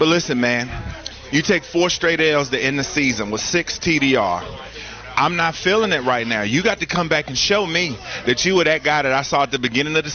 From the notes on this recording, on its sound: live from the Wells Fargo Championship